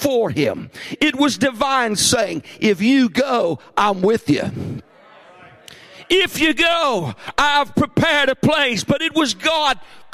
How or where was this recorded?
large echoing room